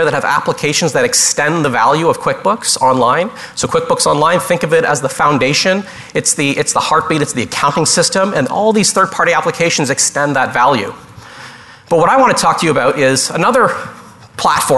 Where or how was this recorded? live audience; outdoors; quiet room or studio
live audience